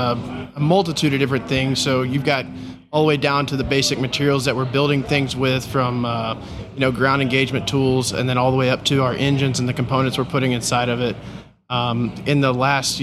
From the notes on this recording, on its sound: During the PBIOS conference.